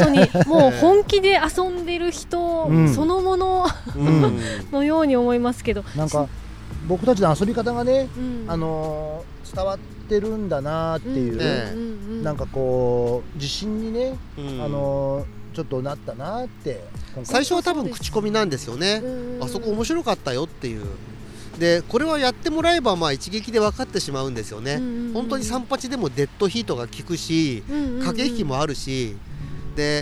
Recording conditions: outdoors